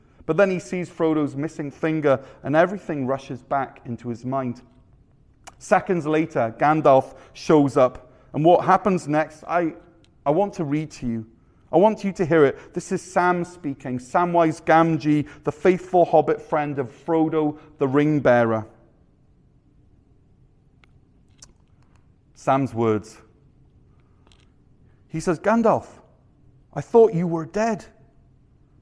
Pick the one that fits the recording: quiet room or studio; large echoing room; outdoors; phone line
large echoing room